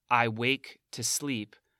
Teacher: the paradoxical first phrase of the poem, I wake to sleep, there are 2 beats on wake and sleep.